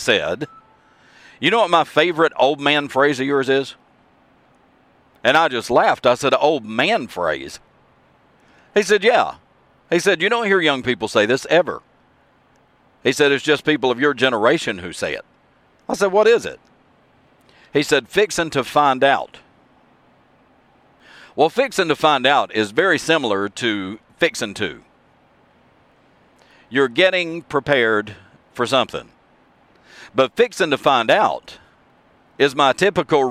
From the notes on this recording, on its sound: you can actually hear the road noise in the background